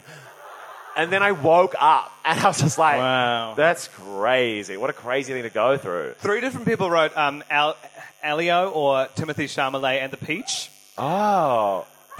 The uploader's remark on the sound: Recorded live in Auckland during pride, with a packed audience a lovely buzz on the microphones.